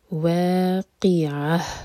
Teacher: اذا وقعت الواقعة، عین کو واضح کریں گے واقعة، اور ان میں ہا کا ساؤنڈ سینے سے نکلے گا